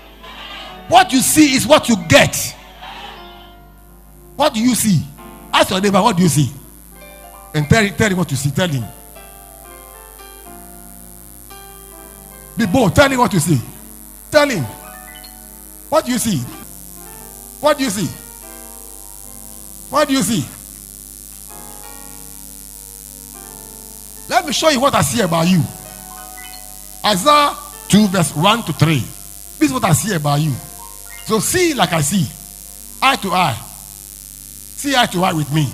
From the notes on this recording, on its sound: Preached At LCC Goshen